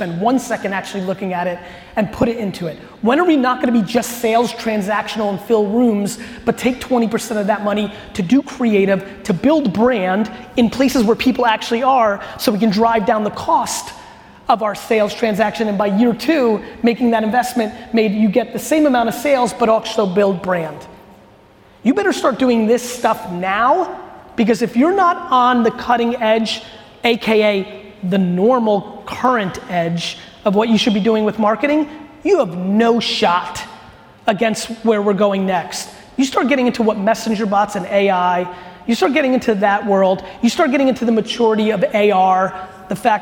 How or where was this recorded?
live audience